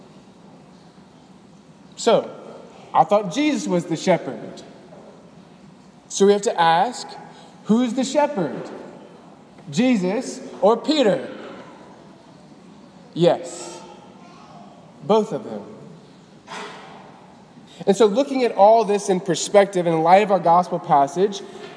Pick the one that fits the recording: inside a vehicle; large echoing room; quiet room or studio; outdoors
large echoing room